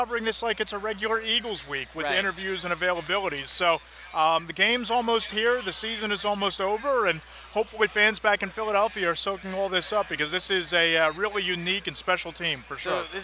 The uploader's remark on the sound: After a week of talking to all the experts on Radio Row. Once again recorded on Radio Row in Minneapolis.